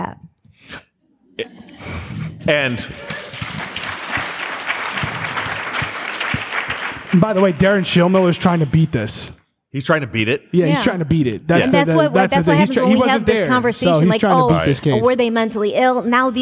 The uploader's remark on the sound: LIVE from Austin, Texas